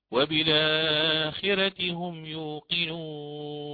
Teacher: الراء ما قبلها مكسور، والكسر هذا متصل، كسر أصلي متصل في نفس الكلمة، فتقرأ بالترقيق